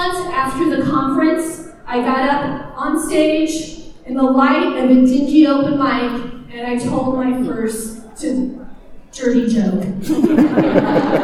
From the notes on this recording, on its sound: Recorded live at the 2019 Oregon Statewide Transition Conference. OSTC 2019 Keynote.